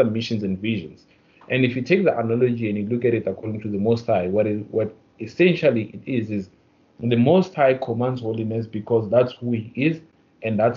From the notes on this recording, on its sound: The audio is not so great, we apologise about that.